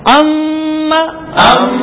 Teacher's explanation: ٹھیک گنا کیا، ناک میں آواز لے گئے